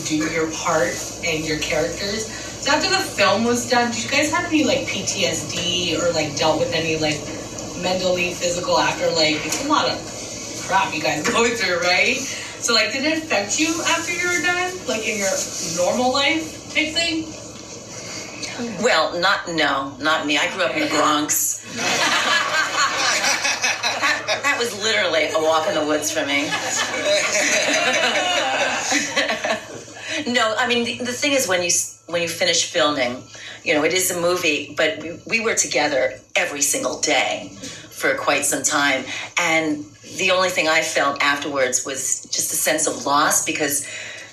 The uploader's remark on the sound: This was recorded in Canada at the Frightmare in the Falls Con during our panel. Today's episode features the live Q and A with the audience that was in attendance.